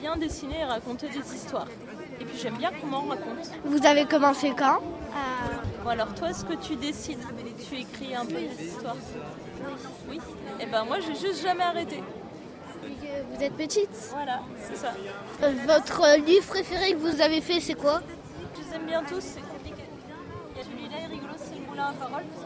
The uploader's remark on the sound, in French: Retrouvez l'émission enregistrée au coeur de l'édition 2019 de la fête du livre de jeunesse de Villeurbanne.